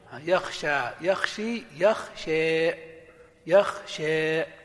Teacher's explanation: والنوع الثاني الإمالة الكبرى، وهي إمالة الألف إلى الكسرة، إمالة الألف إلى الياء، يعني أن الألف لا تنطق ألفا خالصة ولا ياء خالصة، وإنما بينهما